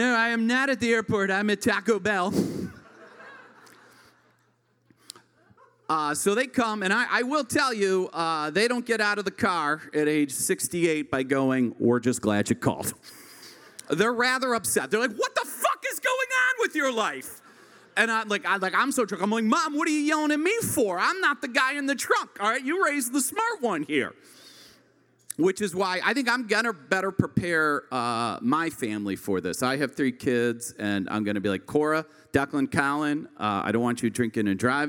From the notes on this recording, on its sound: This unique structure allows the story to resonate with audience members as they experience the accompanying song covered by our house band, live at Martyrs in Chicago's North Center neighborhood.